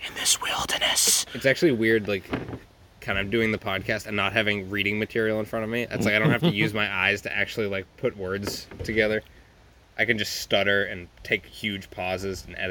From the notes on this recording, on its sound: Join us for the first C’rent Field Recording, please forgive any frustrating noises as we figure out how to safely record live again.